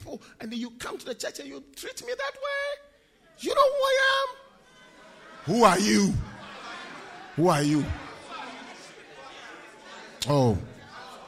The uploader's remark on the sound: Preached at the UK DaniePaul Conference 2022.